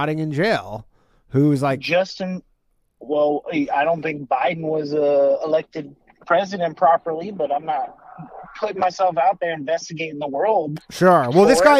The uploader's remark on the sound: Because The Wifi Went Out. Call in show.